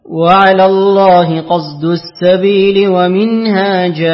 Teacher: ثم أقرأ لحمزة بالإشمام مع التسهيل بالمد والقصر في لفظ جائر